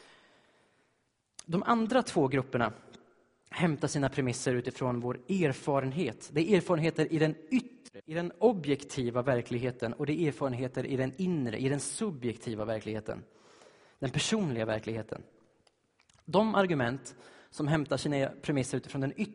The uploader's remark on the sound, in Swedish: Inspelad i Baptistkyrkan Tabernaklet i G&#246;teborg. Inspelad i Baptistkyrkan Tabernaklet i Göteborg.